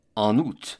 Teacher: Notice that I did a little liaison on en for in.